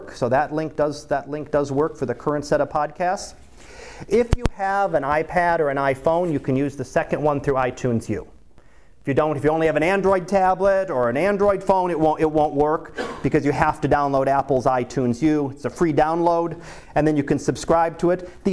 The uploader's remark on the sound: Live Class Lecture